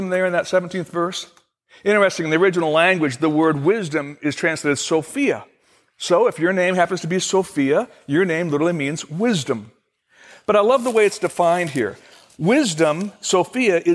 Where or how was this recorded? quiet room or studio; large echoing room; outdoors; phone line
large echoing room